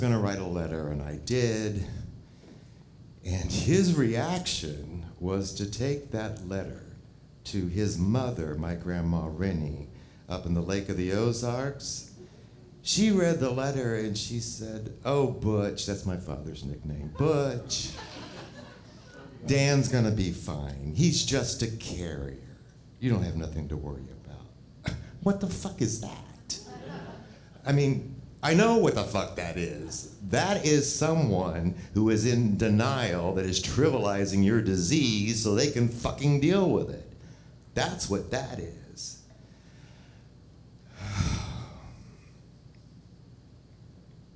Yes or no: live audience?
yes